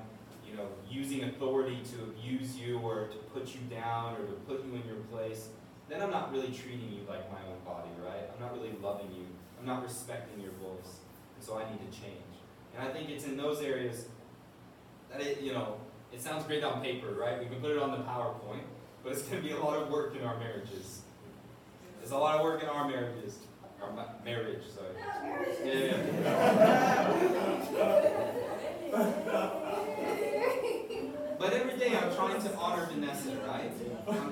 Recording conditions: poor sound quality